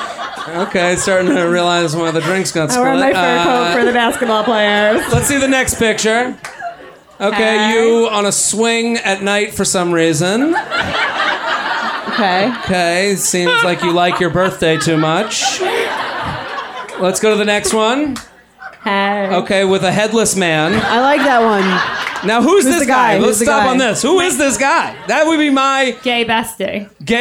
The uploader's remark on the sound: Live at the Comedy Cellar. Take letters and play games in front of a sold-out crowd at NYC's legendary Comedy Cellar.